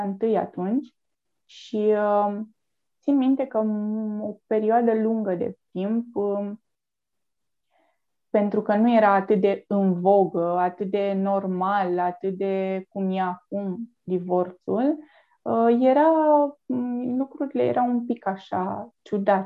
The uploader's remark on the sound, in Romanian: Înregistrările sunt realizate pe Zoom, ne cerem scuze pentru posibilele întreruperi.